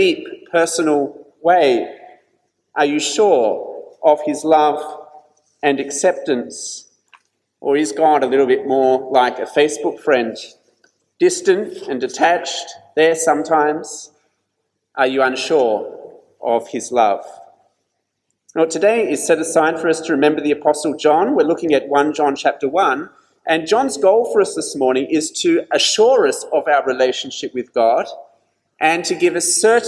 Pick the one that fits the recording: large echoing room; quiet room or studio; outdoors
large echoing room